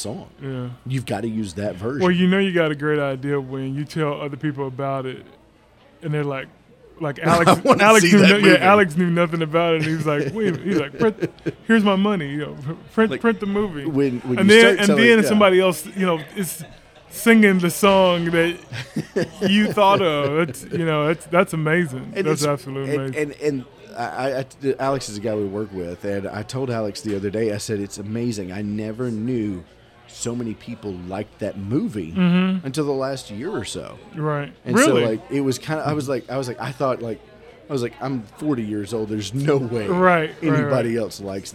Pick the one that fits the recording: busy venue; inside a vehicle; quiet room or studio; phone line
busy venue